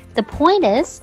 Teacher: point 和 is 是可以连读的。